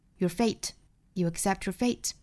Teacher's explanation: 最后的这个 your,卷舌成 er,一带而过因为它是弱读单词